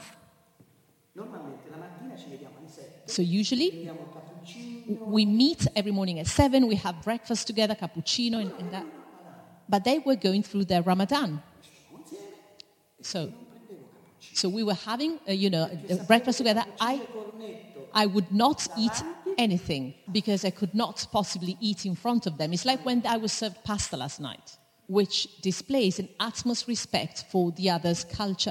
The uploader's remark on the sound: In front of a live audience, in a theatre in the village of Solomeo, Italy.